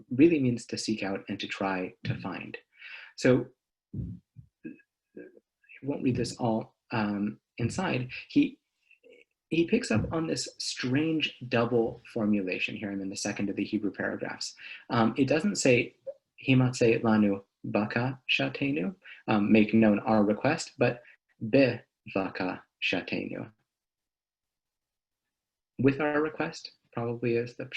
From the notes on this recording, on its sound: This audio was originally captured from Zoom